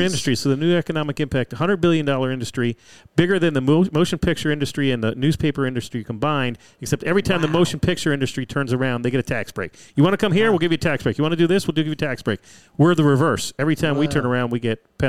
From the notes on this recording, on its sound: Live from the new Golfdom store in Rockville, MD